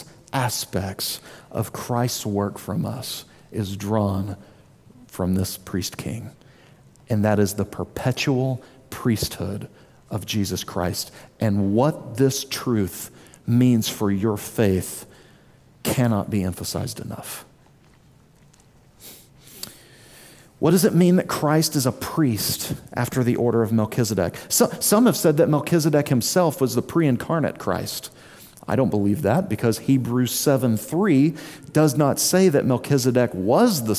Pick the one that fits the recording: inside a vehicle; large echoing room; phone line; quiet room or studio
large echoing room